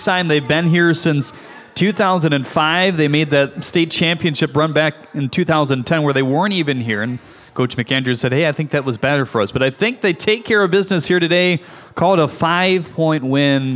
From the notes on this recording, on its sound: Live from Calihan Hall. A number of guests on the concourse of Calihan Hall.